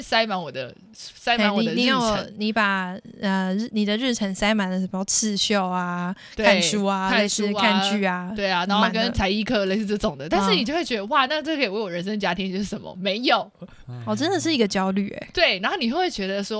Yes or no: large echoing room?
no